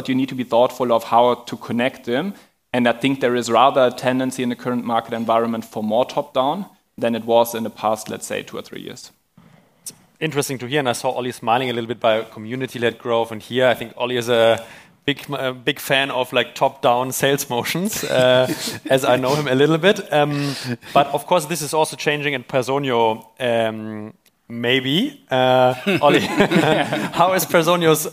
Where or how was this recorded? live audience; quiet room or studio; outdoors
live audience